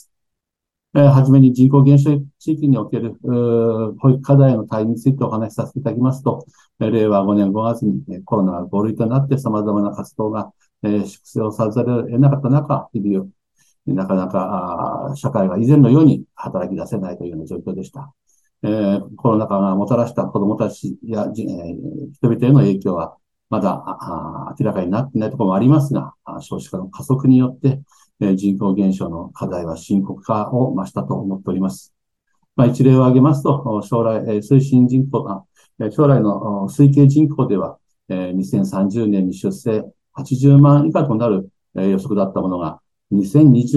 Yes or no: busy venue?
no